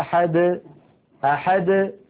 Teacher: ليس بعد الدال حرف، فالدال وقلقلتها تخرج واضحة جلية · Term: القلقلة